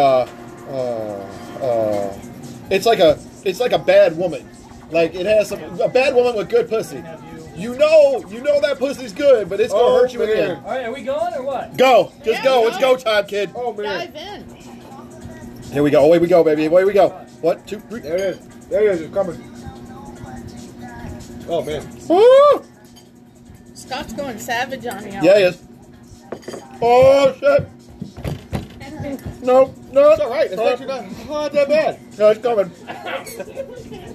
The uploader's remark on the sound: Live from ritchies